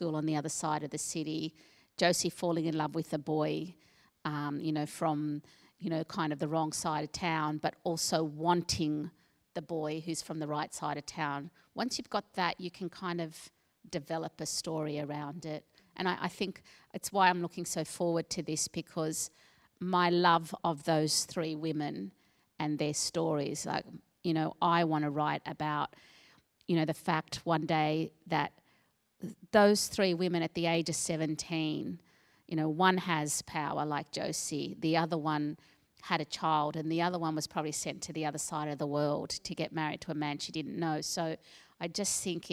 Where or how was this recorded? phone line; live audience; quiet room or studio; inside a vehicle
live audience